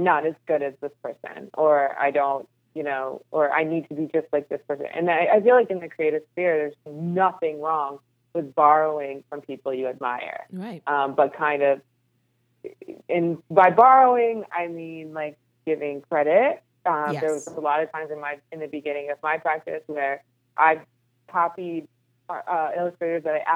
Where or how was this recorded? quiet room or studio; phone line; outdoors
phone line